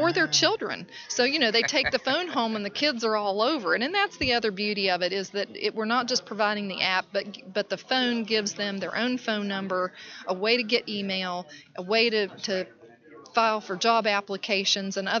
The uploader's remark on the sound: broadcast from the 40th Annual NAADAC Conference in Seattle, WA - September 2014